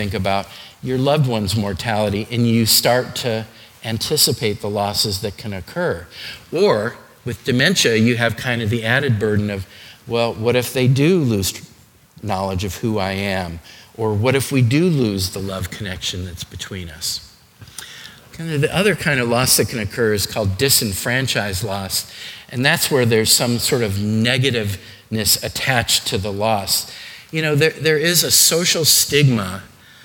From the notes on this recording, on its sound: Today's podcast is a session recorded from our Alzheimer's and Dementia seminar held here at McGregor Baptist Church.